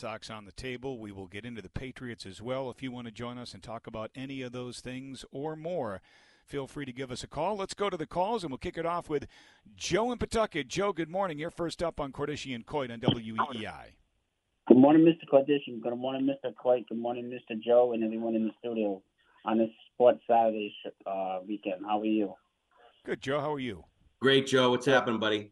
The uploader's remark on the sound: take your calls texts and tweets live on the air